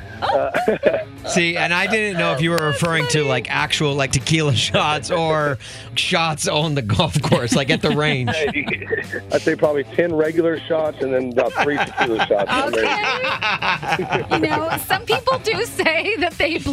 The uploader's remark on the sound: Called in to play a round of One's Gotta Go before his round of golf!